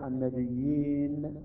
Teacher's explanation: النون تصبح ساكنة ويصبح عندنا مد عارض بالسكون